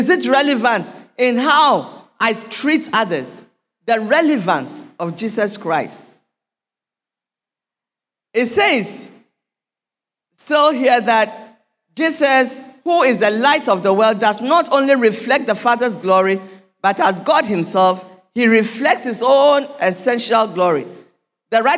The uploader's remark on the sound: Sermon preached at CBC Shiashie Campus